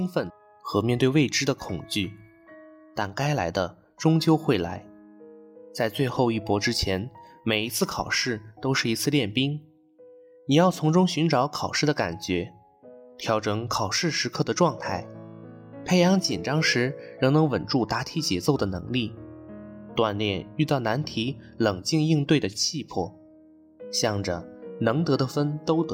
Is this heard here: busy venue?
no